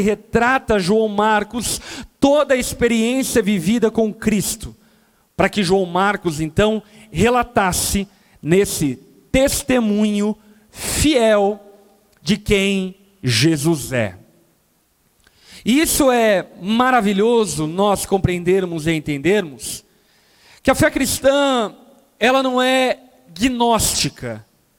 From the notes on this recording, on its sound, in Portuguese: Gravado na Conferência Rampa 2021 Veritas.